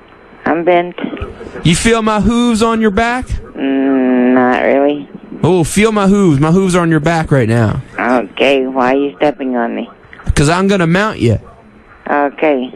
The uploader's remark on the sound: Prank Phone Calls